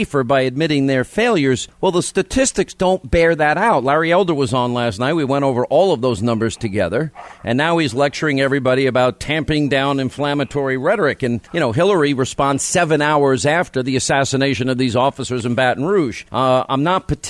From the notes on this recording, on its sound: live from Cleveland with Day One of the RNC Convention